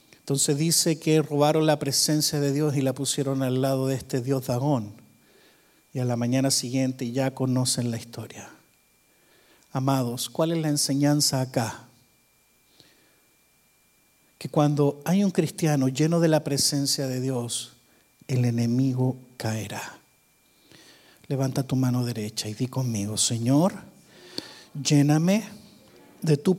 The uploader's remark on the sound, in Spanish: Grabado en vivo en iglesia Visión Mundial Para la Familia, Arlington, Texas, USA.